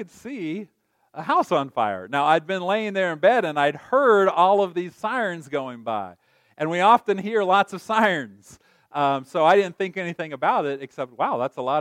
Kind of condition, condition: setting, large echoing room